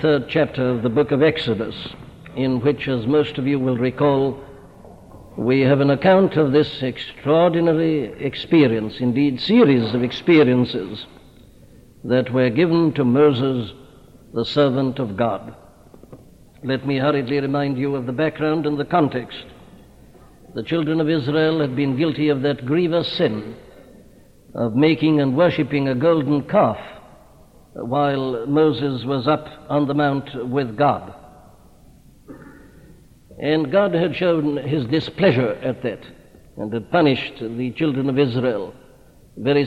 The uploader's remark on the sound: at Westminster Chapel during the 100th Anniversary of the 1859 Revival in Wales